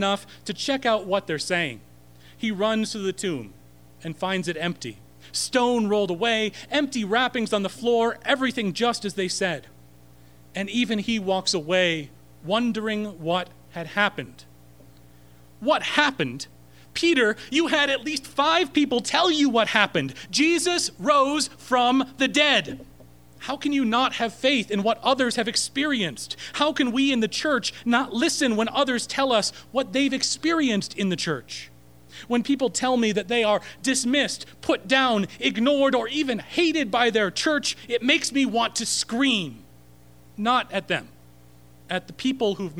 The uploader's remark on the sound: Recorded March 27, 2016 at Corona United Presbyterian Church